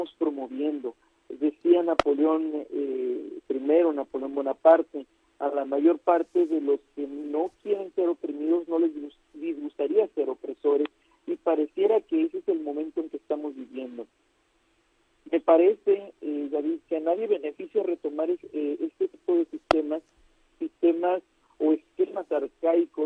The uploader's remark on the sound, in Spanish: entrevistamos vía telefónica